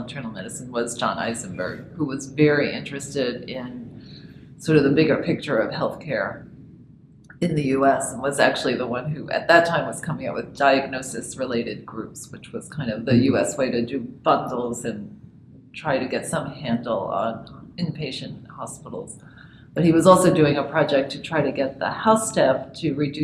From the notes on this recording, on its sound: This week we’re at the Preventing Overdiagnosis conference in Quebec Canada